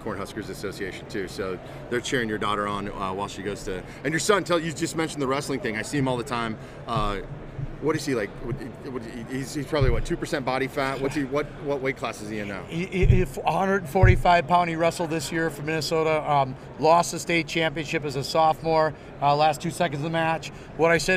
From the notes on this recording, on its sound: stops by the Modern Dealership In the Box interview booth at the NADA Show 2018